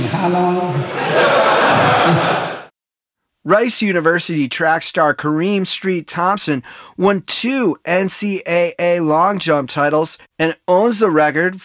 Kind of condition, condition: setting, busy venue